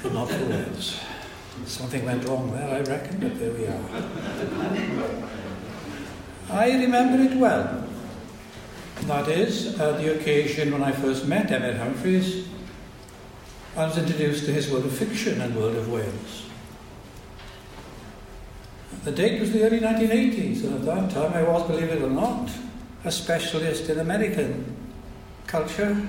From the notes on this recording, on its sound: It was recorded at a Cymmrodorion event.